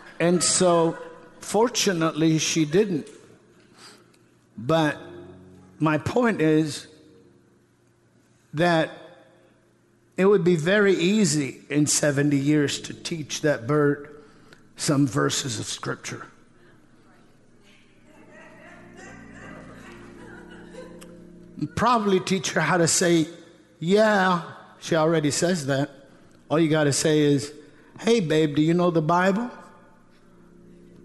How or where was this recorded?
large echoing room